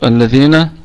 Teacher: همزة وصل تثبت في البدء وتسقط في الوصل، واللام لام شمسية مدغمة، وعلة الإدغام التماثل لا في مثلها في اللام الأخرى. · طيب، الذين، الذال فيها مد طبيعي وصلا وعارض للسكون وقفا، الذال هذه أتت مكسورة وبعدها ياء ساكنة، فهي فيها مد طبيعي في حالة الوصل وهو مد عارض للسكون في حالة الوقف